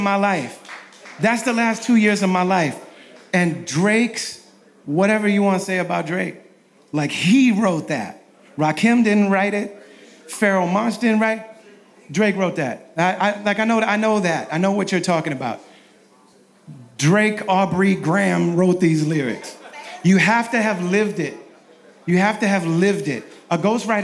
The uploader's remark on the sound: Live in Minneapolis. This week’s episode is a live recording. VIP Q&A sessions in Minneapolis.